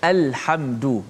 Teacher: Lam qamariyah dibaca dengan izhar. Maksudnya dijelaskan lam tu mati. Al macam kita baca alhamdu ya, dalam surah Al-Fatihah.